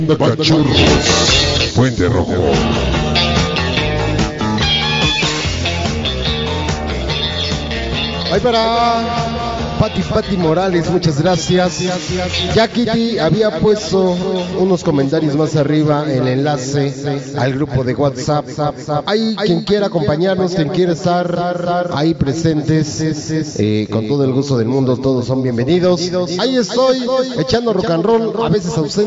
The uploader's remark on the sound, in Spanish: te dejamos con esta gran trasmisión desde el salón de eventos sociales